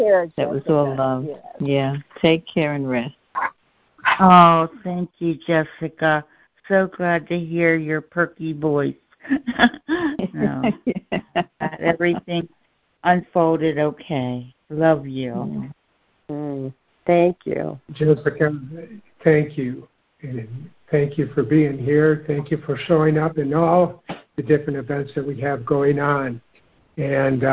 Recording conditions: phone line